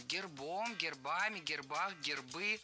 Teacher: В этом слове при склонении ударение переносится на окончание